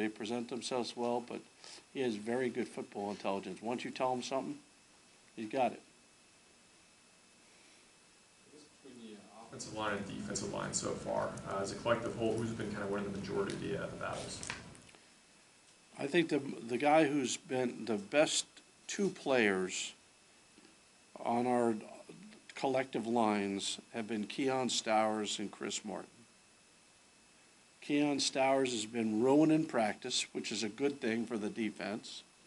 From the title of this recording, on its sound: Press Conferences & Post-Game Interviews